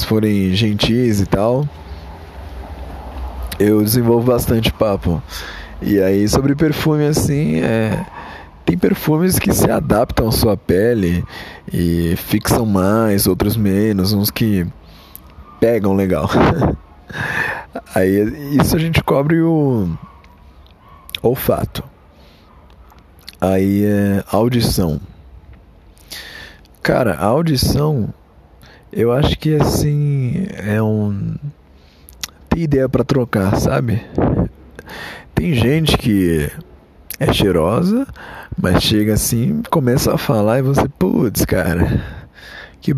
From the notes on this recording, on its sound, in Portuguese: ÁUDIO TERRÍVEL, NÃO ESCUTE. Gravado no celular.